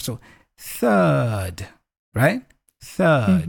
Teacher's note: It's almost like in British English, you don't pronounce the R here. You just elongate the vowel sound before a little bit